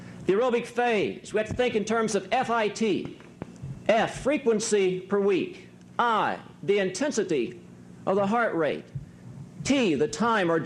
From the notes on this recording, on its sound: addressed the student delegates at the 1986 Achievement Summit in Washington, D.